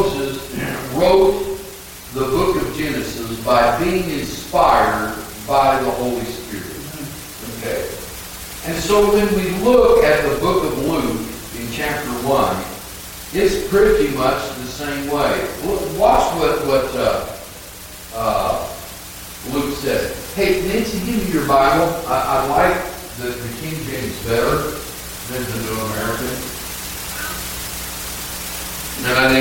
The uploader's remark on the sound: Audio quality not the best.